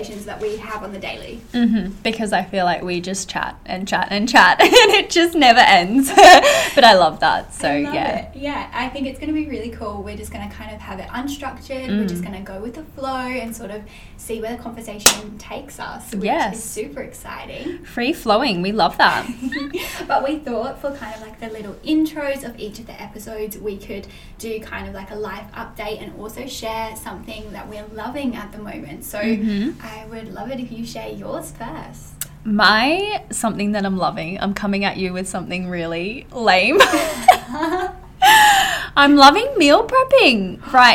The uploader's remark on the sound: The audio is a little bit up & down within this ep, I'm still learning the best way to record in person eps as I'm used to recording online.